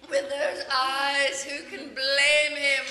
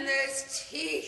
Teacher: some of the words, the syllables get drawn out, like the way you say eyes, blame, even teeth